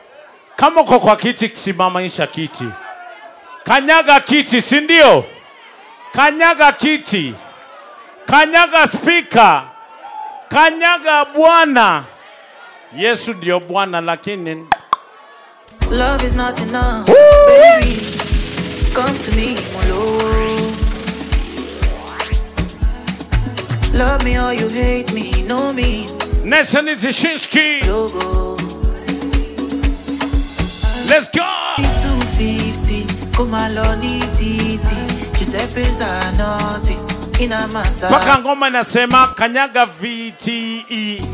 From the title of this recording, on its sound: Live set recording at Zipang Lounge Nairobi, Kenya 2022